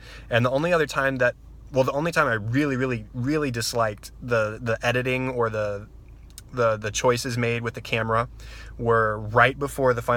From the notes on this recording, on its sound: Before leaving the theater parking lot. This unedited audio comes straight from the original video I recorded from my car in the movie theater parking lot.